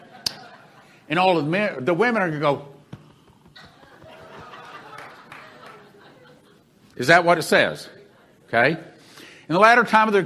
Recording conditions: live audience